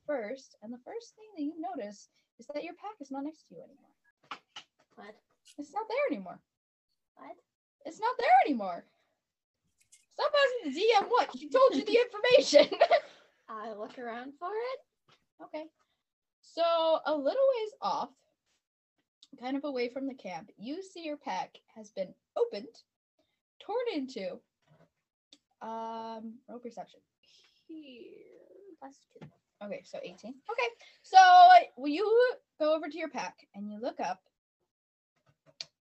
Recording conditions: poor sound quality